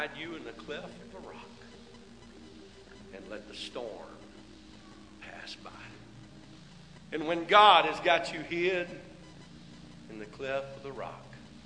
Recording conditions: large echoing room